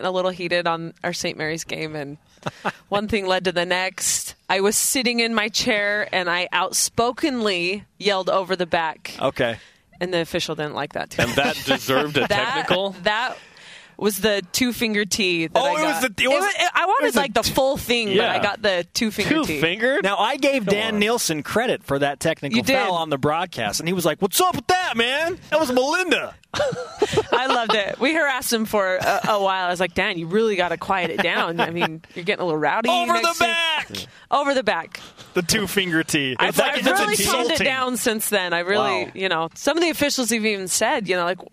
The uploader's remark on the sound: live from the Orleans Arena in Las Vegas where the West Coast Conference Championships begin today